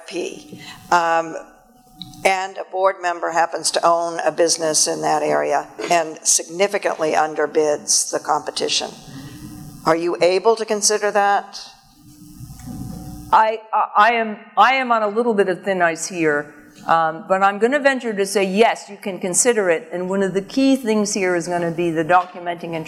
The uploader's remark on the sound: AAFCPAs Seminar Keynote. Answers specific case questions from audience members.